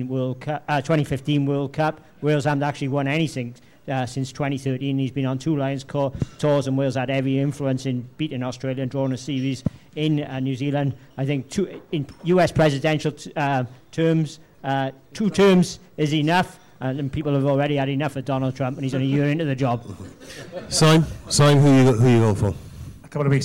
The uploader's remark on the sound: a live audience